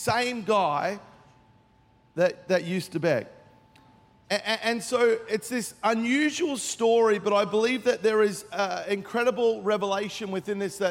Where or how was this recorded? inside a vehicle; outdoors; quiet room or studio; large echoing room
large echoing room